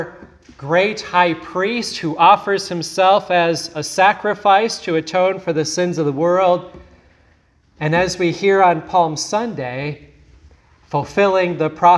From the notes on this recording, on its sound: today's sermon at Grace Evangelical Lutheran Church, Lexington, MO